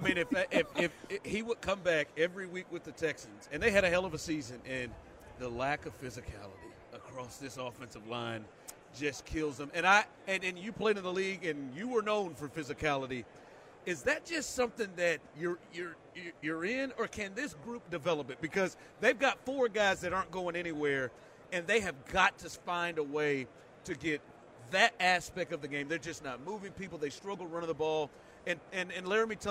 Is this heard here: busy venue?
yes